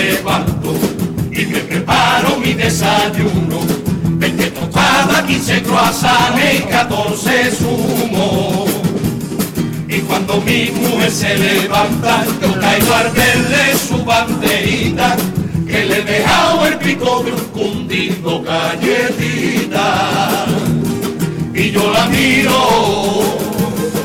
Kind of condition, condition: setting, live audience